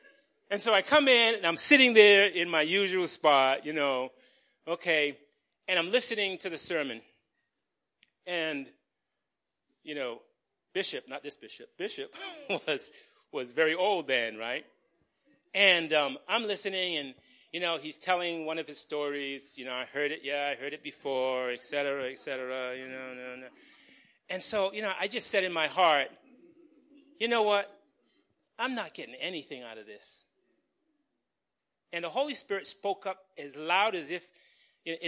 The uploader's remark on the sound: Recorded on 2017-03-19 at the 8:30am Service.